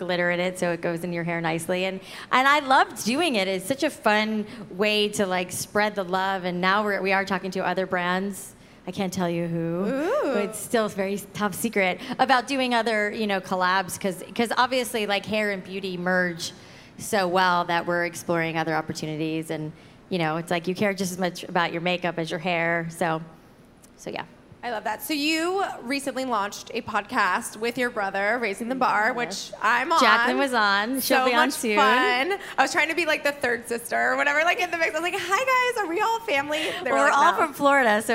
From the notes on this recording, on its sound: Live at Create & Cultivate Chicago. From front stage.